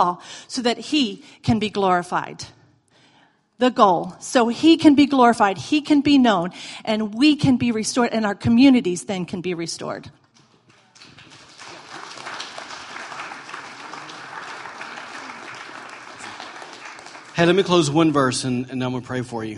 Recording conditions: large echoing room